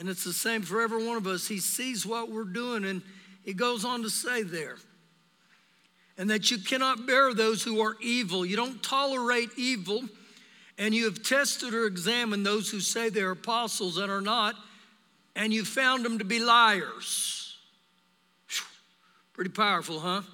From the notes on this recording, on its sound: Recorded live during our Sunday morning service